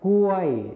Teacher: ส่วนภาษาไทยถิ่นอีสานจะไม่ใช้คำควบกล้ำลอลิงนั่นเองค่ะ